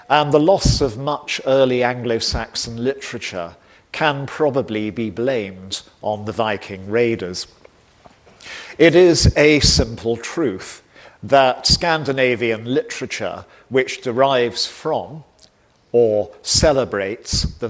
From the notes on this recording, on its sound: Recorded on 8 March 2023 at David Game College, London.